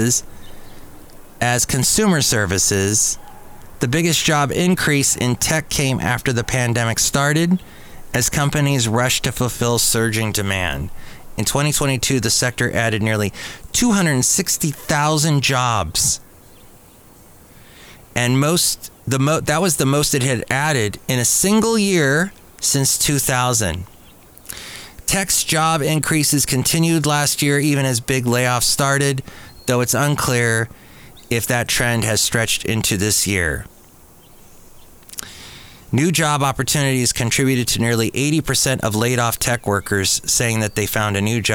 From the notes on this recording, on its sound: podcasts live from Cafe Anyway